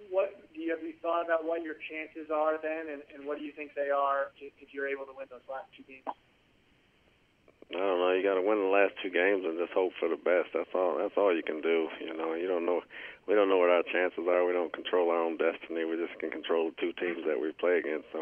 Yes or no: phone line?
yes